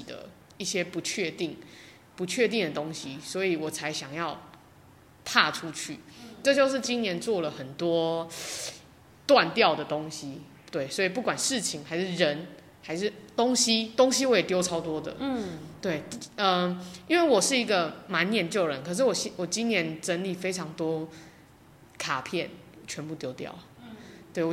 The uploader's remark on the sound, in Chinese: 本集聲音有稍微回音效果，。因為經費有限、場地有限，在高山上的教室錄音，。音場問題請見諒～。